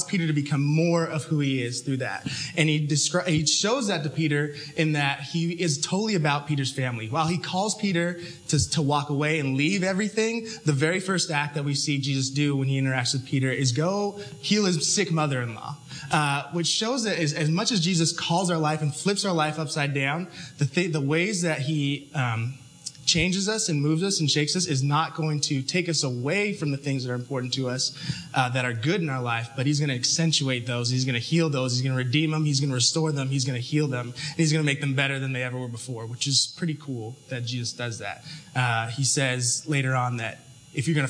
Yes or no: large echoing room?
yes